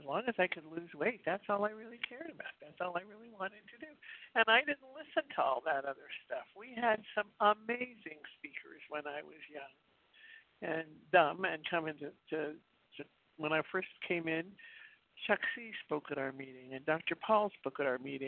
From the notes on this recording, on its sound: 100 Pounders Phone Meeting